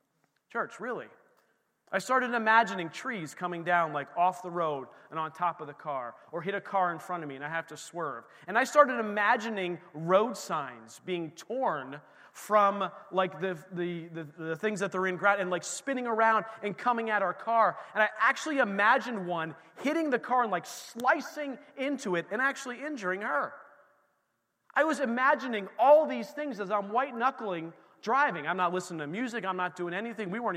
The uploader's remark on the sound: This recording is of the whole service.